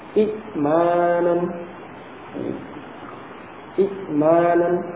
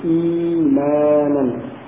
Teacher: hamzah yang kedua dilunakkan dengan menggantinya menjadi ya sesuai dengan kasrah sebelumnya · Shown in: second take · Jadi bukan mengganti dengan alif karena tidak bisa.